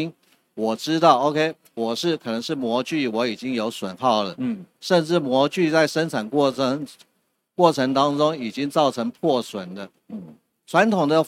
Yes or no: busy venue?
yes